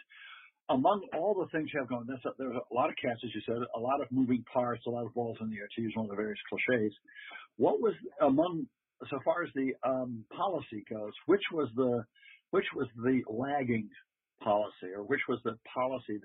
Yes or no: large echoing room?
no